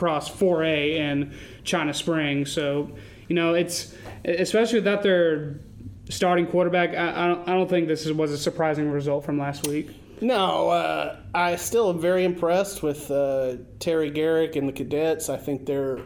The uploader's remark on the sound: Live from the Texas Sports Hall of Fame (TSHOF) in Waco